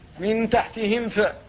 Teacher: للنطق بالميم ساكنة قبل الفاء دون قلقلة ودون إخفاء · Term: الإظهار